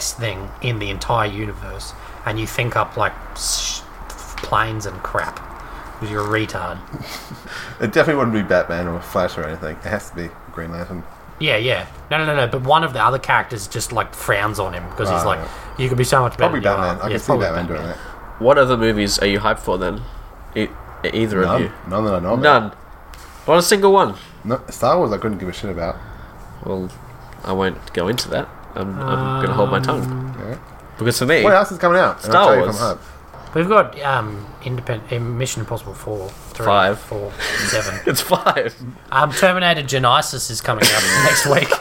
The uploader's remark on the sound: Listen to the soothing sounds of suburban Brisbane as the the gang record this weeks episode outside!